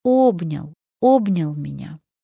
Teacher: в слове «обнял» «о» — это главное гласное, которое берет на себя ударение. Это сплетенные руки буквой «о».